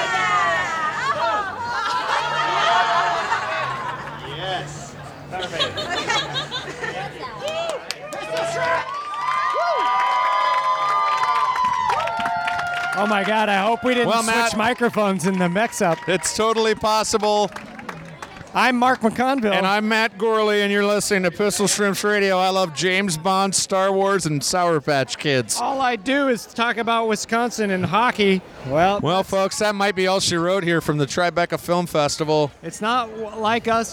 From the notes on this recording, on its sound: LIVE FROM THE TRIBECA FILM FESTIVAL RED CARPET.